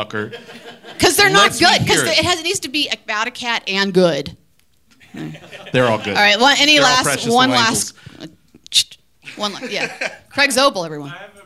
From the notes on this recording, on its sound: LIVE at the Sidewalk Film Festival. Audience Q&A. Recorded Live by Boutwell Studios.